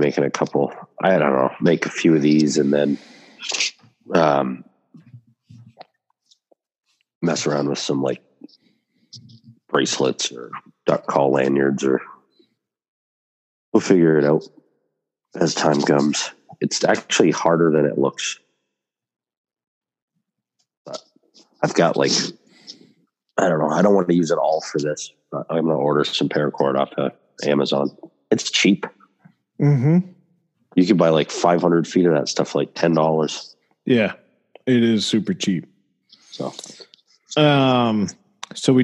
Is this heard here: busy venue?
no